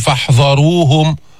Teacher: الذال حرف مستفل منفتح، بيبقى فيه فراغ بين الحنك واللسان وبيخرج الهواء · Term: الذال حرف مجهور